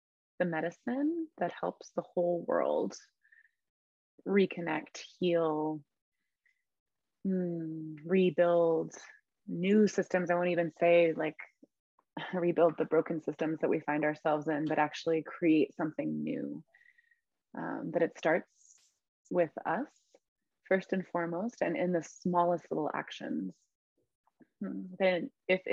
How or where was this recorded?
video call